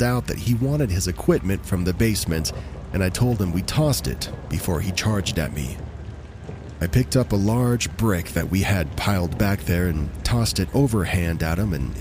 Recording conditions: sounds in the background